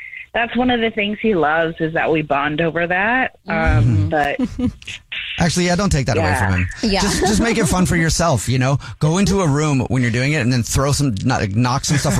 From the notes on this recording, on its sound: One of our listeners is on the phone